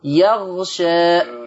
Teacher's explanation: مش عايزك تميل بالألف قوي، ما تقولش يغشى شي، لا يغشى.